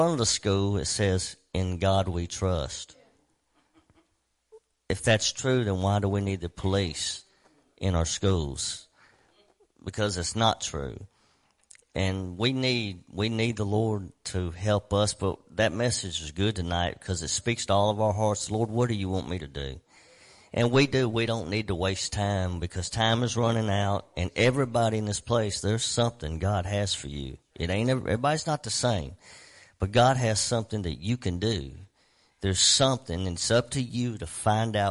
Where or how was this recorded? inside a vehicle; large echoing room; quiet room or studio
large echoing room